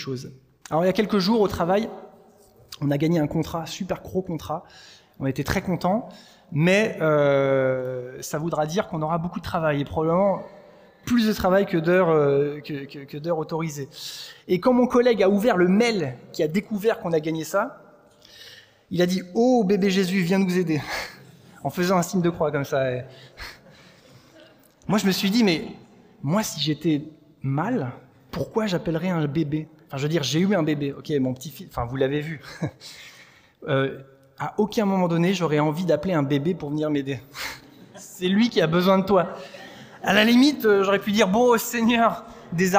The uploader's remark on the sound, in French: Enregistré à l'église CVV